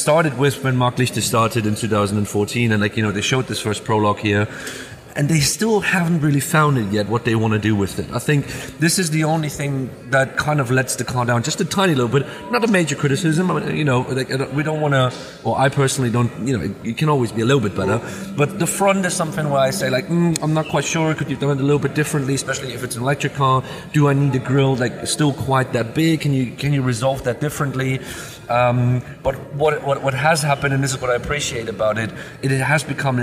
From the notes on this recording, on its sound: Live from the Volvo Stand on the LA Auto Show